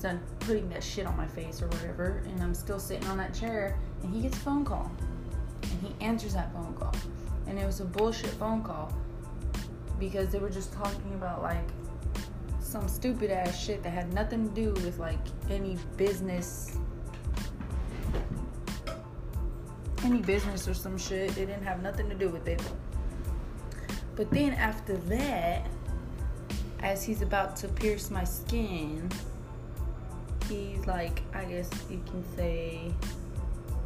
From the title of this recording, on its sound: I apologize for the background noise I do not have my laptop or mic